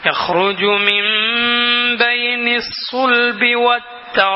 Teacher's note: നൂനിനെ മീമാക്കി മാറ്റി വെച്ചിരിക്കും. അതുകൊണ്ടാണ് മുസ്ഹഫിൽ ചെറിയ മീം കൊടുത്തിട്ടുള്ളത്.